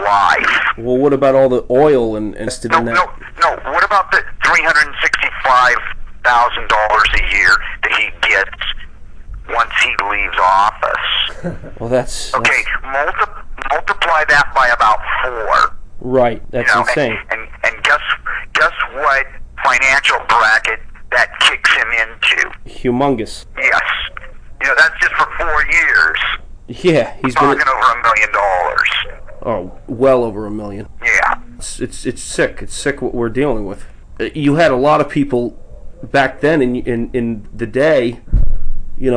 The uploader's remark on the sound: phone interview